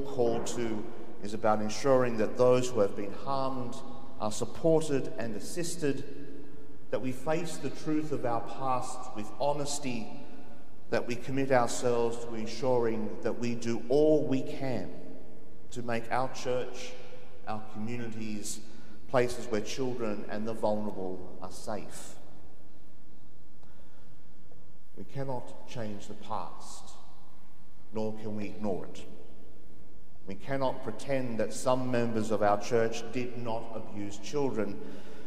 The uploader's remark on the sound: The homily from Sacred Heart Cathedral, Hamilton